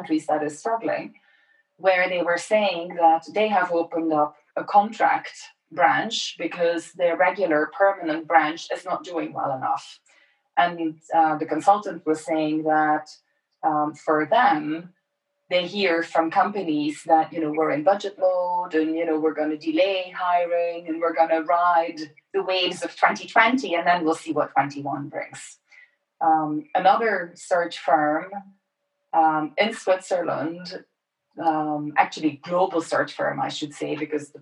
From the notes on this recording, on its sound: It is actually the recording of a live session that we had on October 9th, Friday, October 9th, where we were joined by about 28-30 participants in a Zoom call.